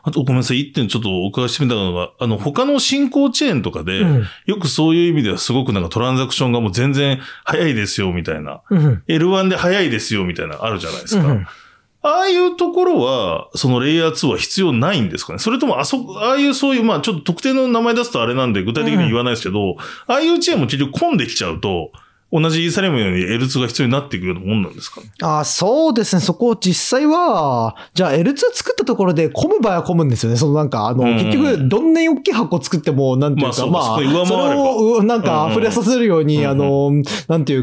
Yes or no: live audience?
no